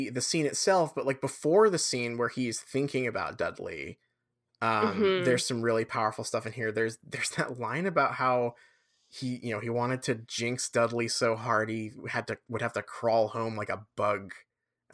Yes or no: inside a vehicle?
no